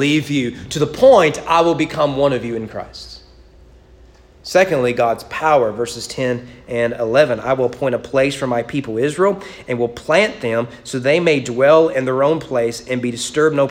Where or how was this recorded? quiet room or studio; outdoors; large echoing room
large echoing room